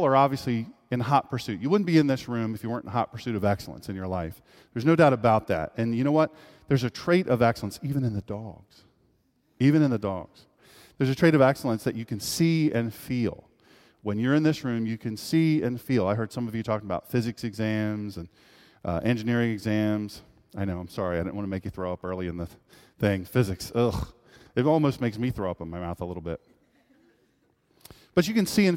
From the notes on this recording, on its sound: This is a live speech. At Sharp Hall at the University of Delaware.